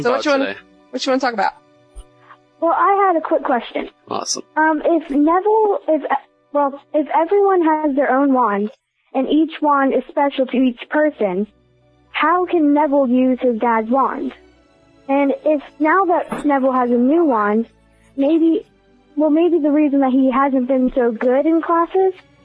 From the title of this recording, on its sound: Live Call-In